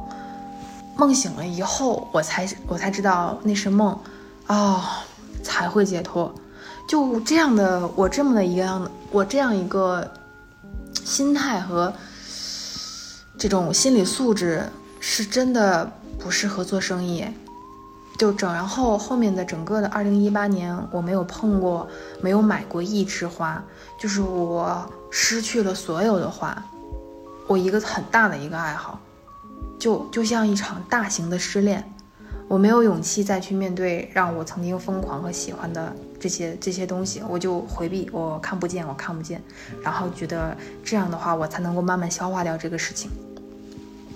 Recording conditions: background noise